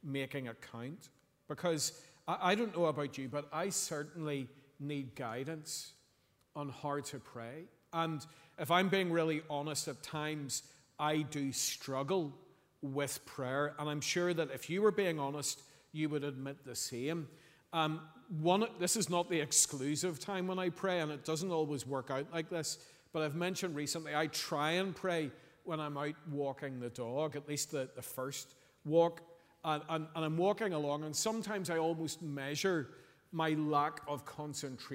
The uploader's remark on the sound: Sunday 26th November 2023 evening service